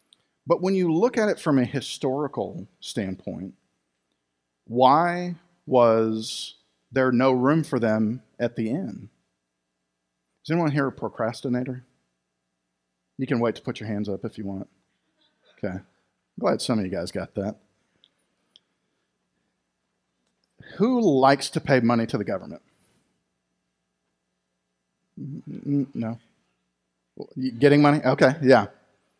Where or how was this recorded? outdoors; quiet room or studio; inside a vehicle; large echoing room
large echoing room